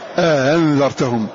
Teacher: فلا ينطق بها هاء ولا ينطق بها همزة، بل هي بين يسمونها بين الهمزة وبين ما منه حركتها، وبعضهم يقول بينها وبين · Term: التسهيل